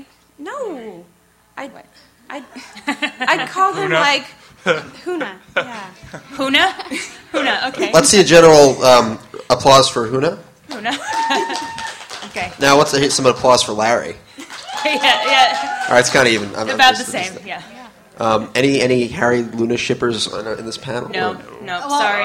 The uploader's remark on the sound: We are LIVE at MISTI-Con!